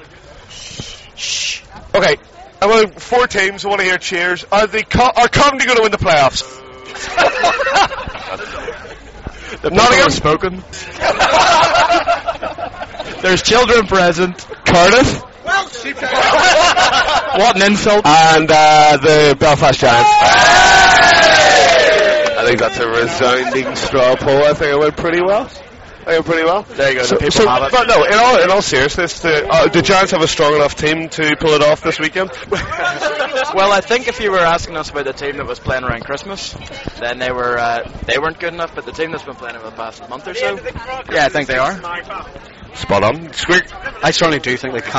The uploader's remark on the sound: Live at Bunkers. Live Recording” of AVFTB which took place on Saturday 7th April 2007 outside the Bunkers Hill in Nottingham.